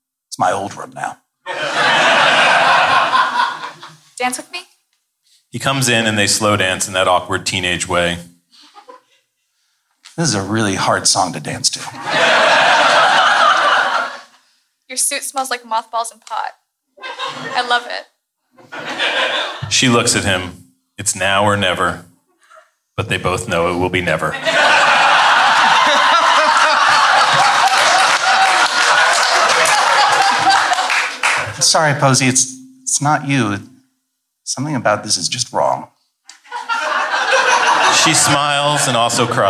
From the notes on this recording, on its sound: This episode was recorded live from San Francisco Sketchfest 2016. Live table read.